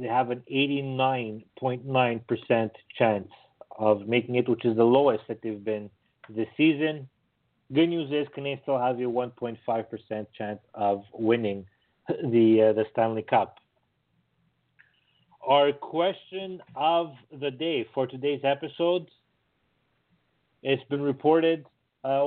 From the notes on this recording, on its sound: We take your phone calls. Read your tweets.